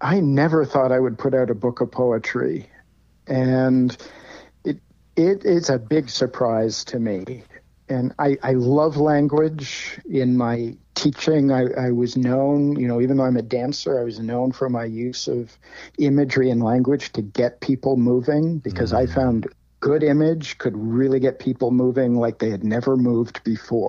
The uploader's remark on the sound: Recently, I had a long phone conversation with my new friend. I live on an island in British Columbia… a very beautiful island.